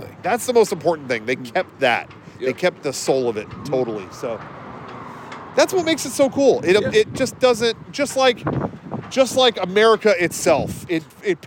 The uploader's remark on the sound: This time, we're outside the gates. Knott's Berry Farm's perfect replica of Independence Hall that isn't even inside the park.